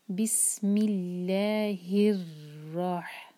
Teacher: را پر شدہ ہے، یہاں پر تکرار ایک سے زیادہ نہیں کرنی، رر جیسے نہیں آواز آنی چاہیے، اور را کو ہیوی پڑھنا ہے کیونکہ را پر فتحہ ہے.